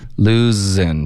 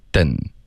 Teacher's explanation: Loosen,别发成 den, okay?是一个 z 的音你得摩擦。 · Shown in: first take